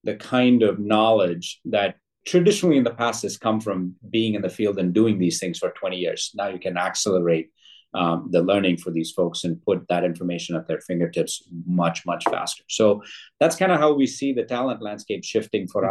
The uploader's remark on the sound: In a panel from our most recent Metis Strategy Digital Symposium. On the virtual stage.